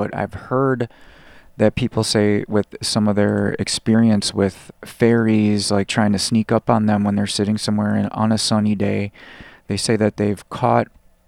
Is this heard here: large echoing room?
no